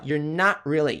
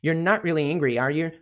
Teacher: Você nem pronuncia o T. You're not really angry, are you? · Term: pronúncia reduzida